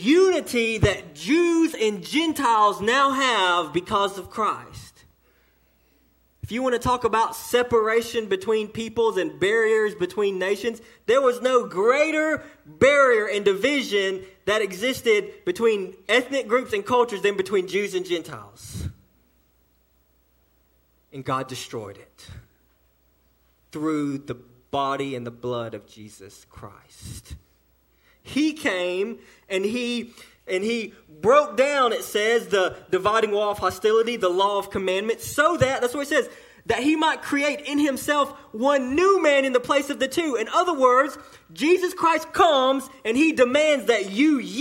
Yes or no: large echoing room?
yes